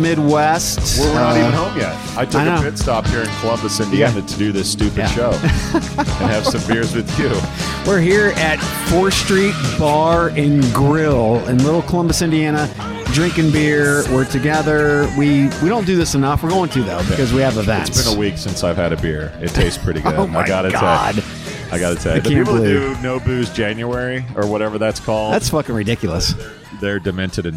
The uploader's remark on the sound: a LIVE recording from a bar in Columbus Indiana